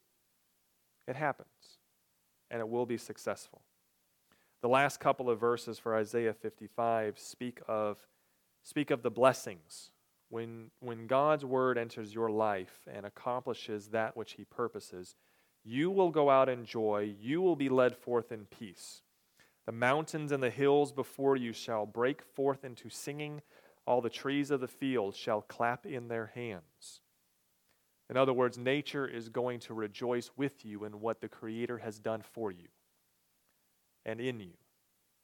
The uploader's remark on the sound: recorded on May 28, 2022, at the Ringgold Seventh-day Adventist Church